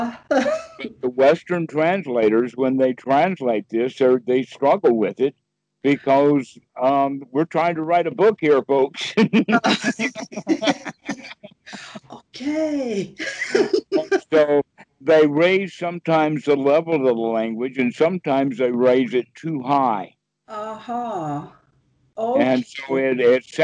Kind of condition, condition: link, video call